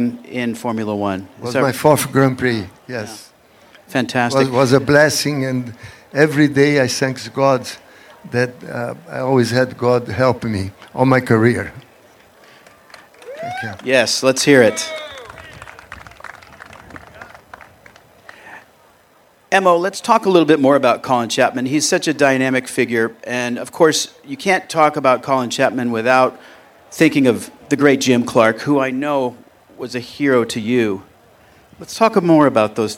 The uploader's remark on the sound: Live at The Quail, a Motorsports Gathering